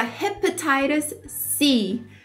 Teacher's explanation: E para finalizar, hepatite C em inglês, a gente faz um som de R no início, apesar dele ser com H. Fica hepatitis C.